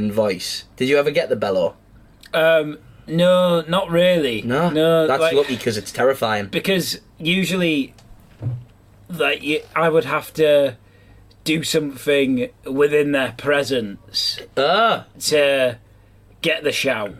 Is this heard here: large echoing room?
no